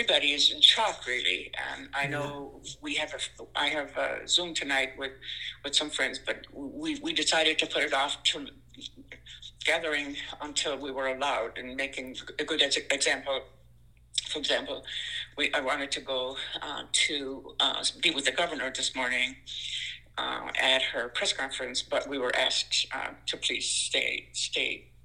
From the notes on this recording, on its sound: Spoke by phone from her home in Lewiston.